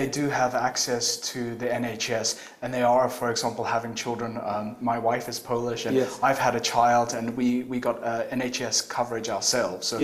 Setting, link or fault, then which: setting, busy venue